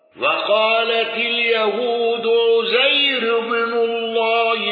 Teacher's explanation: الأزرق بترقيق راء عزير